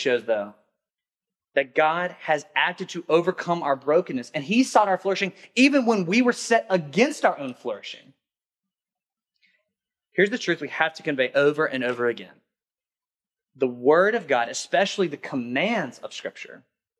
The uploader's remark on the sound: workshop at the 2021 Rooted Conference